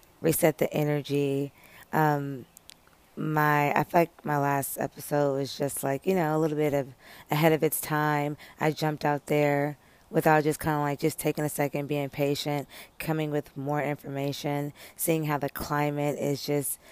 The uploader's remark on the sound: Live from the Peace of Outside